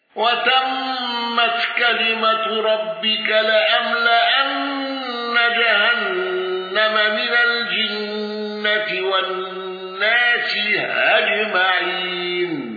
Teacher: دوري أبي عمرو بإمالة الناس